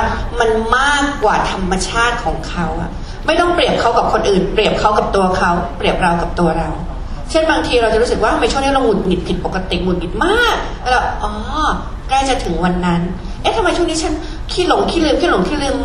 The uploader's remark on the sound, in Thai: เสียงอัดจากงานเสวนา. จัดที่คณะเทคนิคการแพทย์ มหาวิทยาลัยมหิดล ศาลายา.